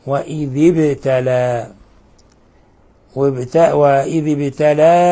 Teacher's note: قوله تعالى وإذ ابتلى، نلاحظ كيف أن الباء جاءت ساكنة، وكيف أننا نقلقل الباء